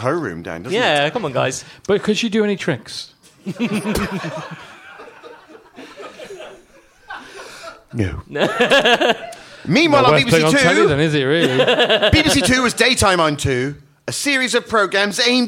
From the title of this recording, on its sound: Live at The London Podcast Festival